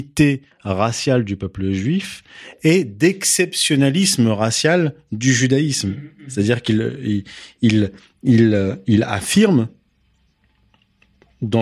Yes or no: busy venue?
no